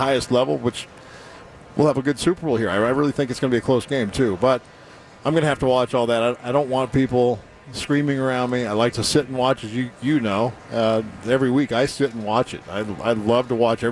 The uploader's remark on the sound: live from Radio Row all week